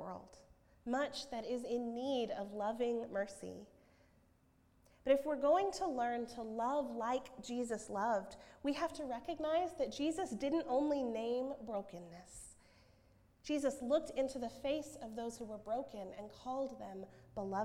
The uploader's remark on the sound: At Northminster Church on Covenant Sunday, September 15, 2019.